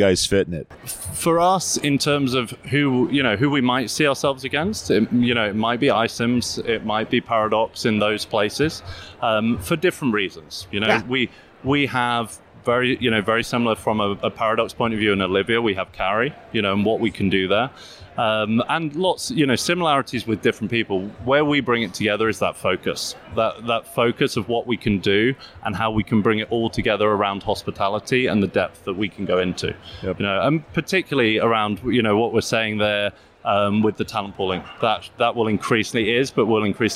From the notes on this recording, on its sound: Live from UNLEASH America in Las Vegas